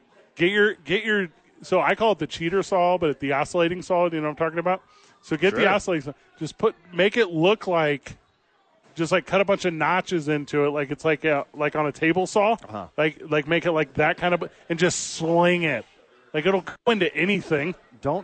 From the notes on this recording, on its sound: live from Safe House